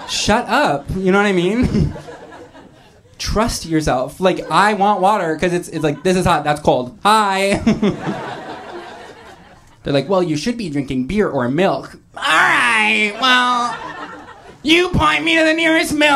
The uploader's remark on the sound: Live Show